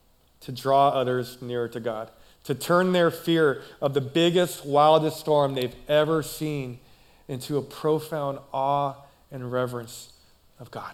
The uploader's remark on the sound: Recorded live at CrossWinds Church on November 19th , 2023.